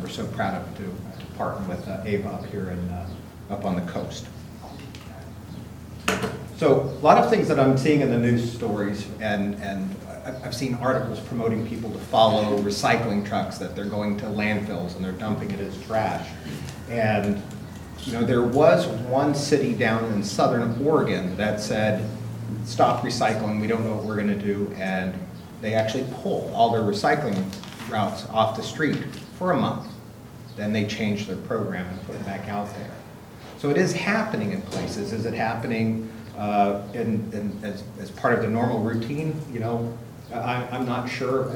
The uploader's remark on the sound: Live recording of the Astoria City Council Meeting held May 21, 2018.